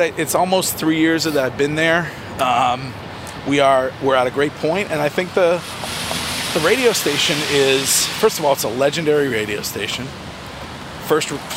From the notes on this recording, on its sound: Take a walk in the Boston Seaport Area.